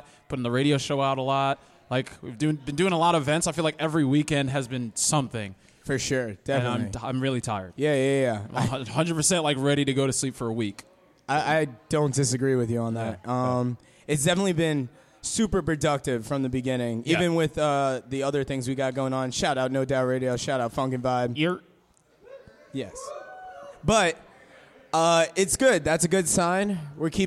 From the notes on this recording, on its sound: Live at The Brewers Collective in Bay Shore, Long Island.